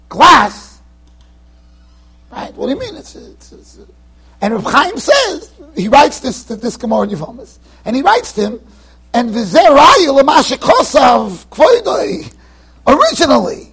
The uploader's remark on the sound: Shiur recorded in Yeshivas Ohr Reuven, Monsey NY.